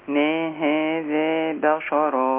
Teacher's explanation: مش باء بشرا الراء بس اللي مفخمة